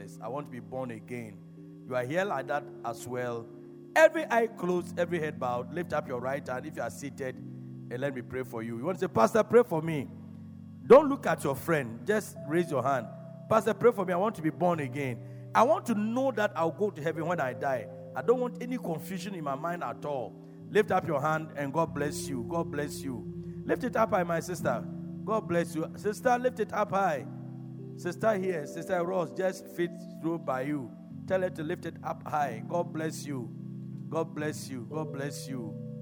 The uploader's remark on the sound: Preached at Loyalty House, Abbey, Dahwenya